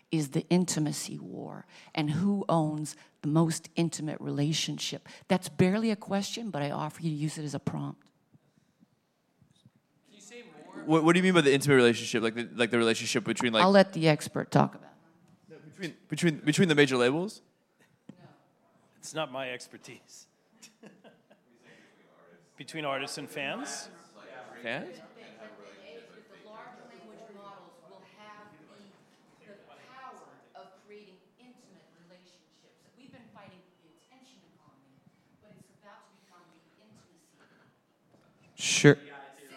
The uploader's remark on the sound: Live at Wavelengths Summit. Ignore the technical difficulties. Live from the Wavelengths Summit in Brooklyn, New York!